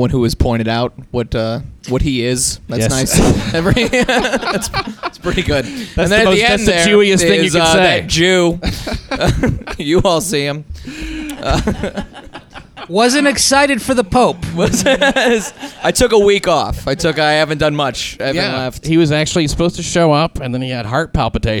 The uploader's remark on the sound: LIVE FROM HELL'S KITCHEN. A LIVE AUDIENCE SITS IN ON A HISTORIC RECORDING IN HELL'S KITCHEN.